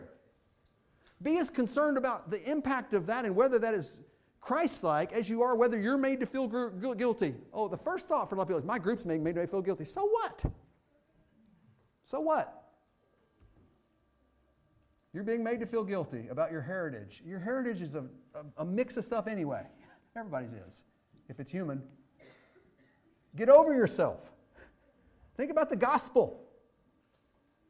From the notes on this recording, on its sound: Fuquay-Varina church of Christ sermon audio